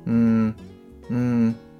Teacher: N の音っていうのは舌先を前歯にはくっつけるんですけれども、まあ、鼻から抜けるような音になります